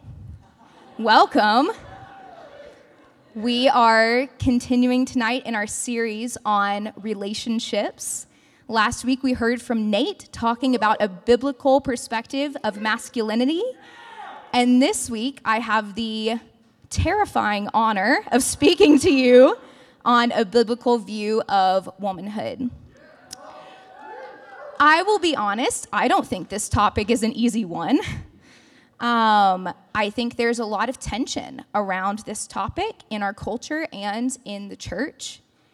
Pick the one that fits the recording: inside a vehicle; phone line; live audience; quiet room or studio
live audience